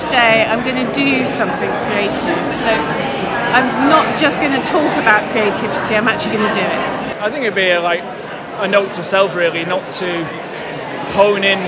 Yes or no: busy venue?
yes